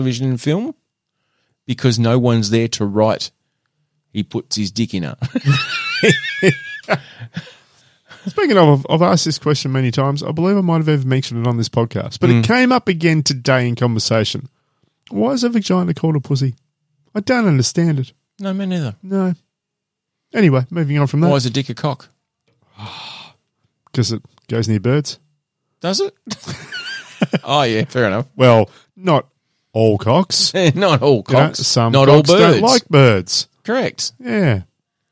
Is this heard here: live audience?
no